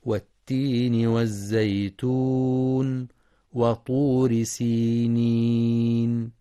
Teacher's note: ينتبه القارئ لإدغام اللام الشمسية في التاء والزاي